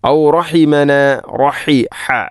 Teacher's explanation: തൊണ്ടയുടെ മധ്യഭാഗമാണ് ഹ ഇൻ്റെ മഖ്റജ്